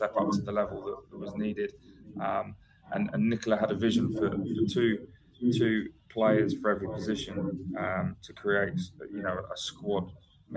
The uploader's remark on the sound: This episode's audio is poor and not to our usual standards.